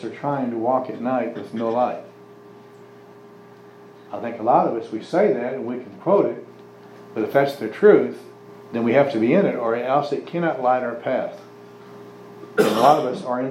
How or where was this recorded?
large echoing room